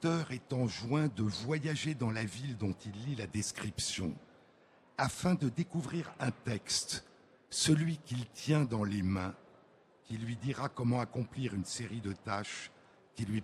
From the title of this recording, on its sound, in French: en direct à Livre Paris